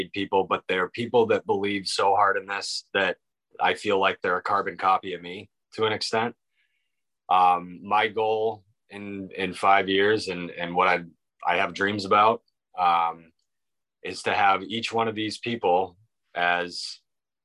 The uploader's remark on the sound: This week we connected via Zoom